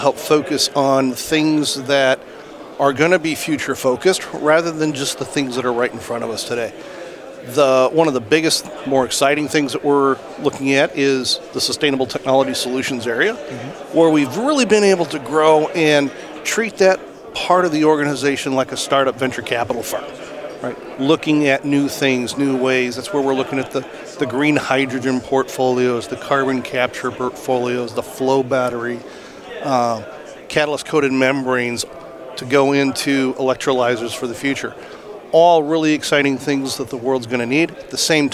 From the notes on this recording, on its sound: Live at AFPM. Live at the AFPM Annual Meeting.